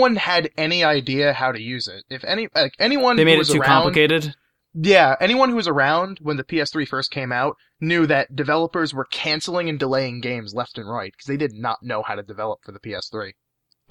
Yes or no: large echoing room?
no